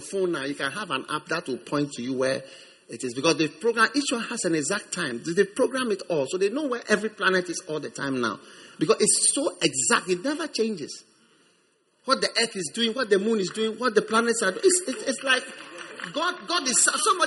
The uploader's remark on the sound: Preached at the First Love Center, Accra.